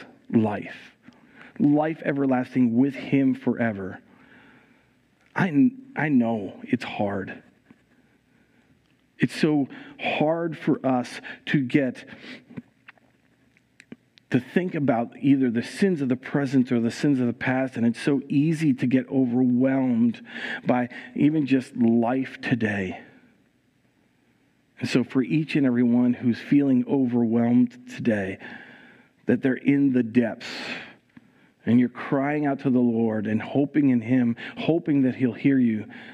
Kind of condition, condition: setting, large echoing room